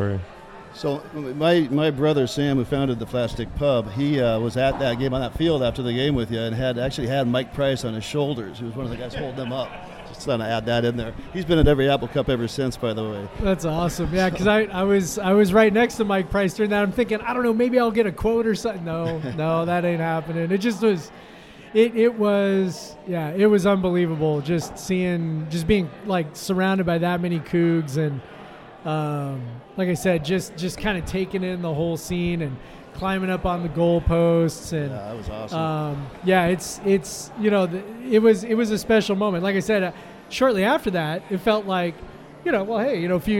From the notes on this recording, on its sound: Live from Flatstick Pub! Recording together from Coug-owned Flatstick Pub in Pioneer Square.